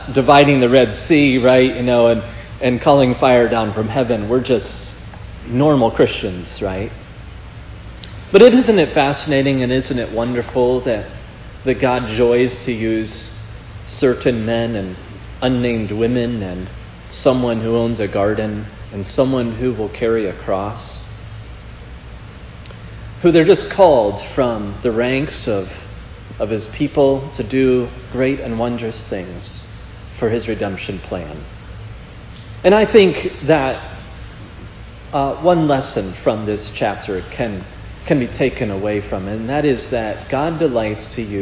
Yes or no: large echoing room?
yes